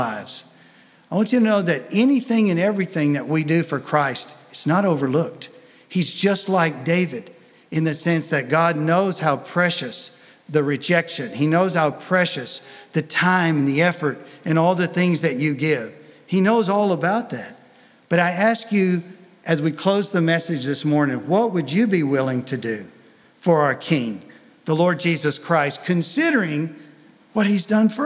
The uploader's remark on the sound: Sunday Message recorded 05 February 2023